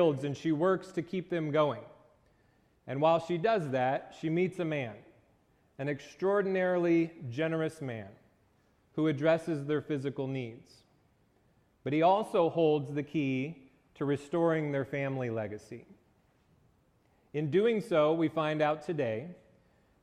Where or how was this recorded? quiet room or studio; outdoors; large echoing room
large echoing room